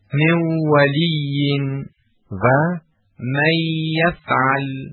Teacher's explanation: معمولا وقتی مدغم از مدغم فیه قوی تر باشد این حالت پیش می آید، مثل ادغام نون ساکن در دو حرف واو و یا که صفت قنه نون باقی می ماند